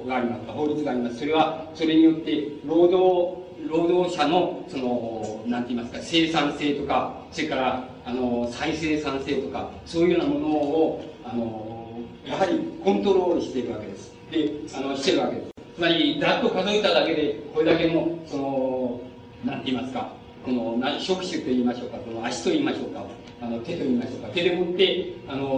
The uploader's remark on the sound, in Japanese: 音質：２。主催：自治労山口県職員労働組合下関支部 場所：下関市水産会館。音質はあまりよくない。